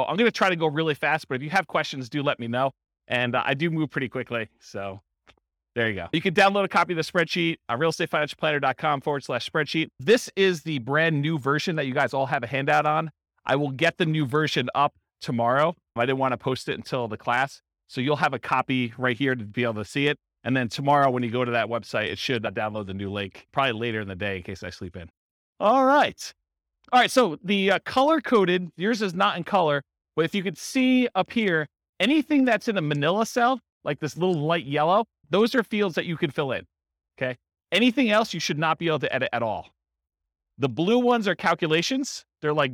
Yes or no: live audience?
yes